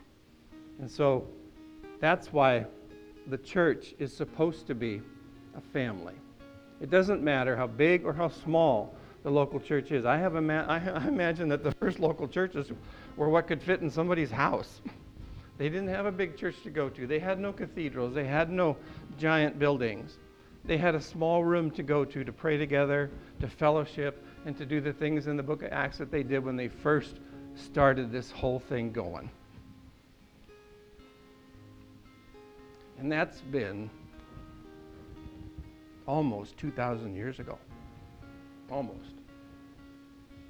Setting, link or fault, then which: setting, large echoing room